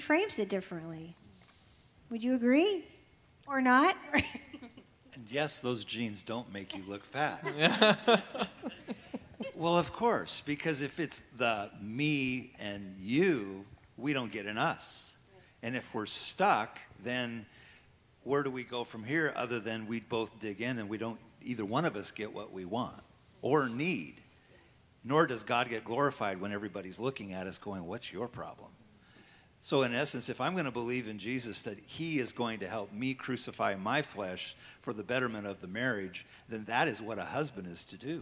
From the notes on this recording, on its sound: This is the Christian marriage conference Q & A (questions and answers) from the 2nd annual Northwest Marriage Conference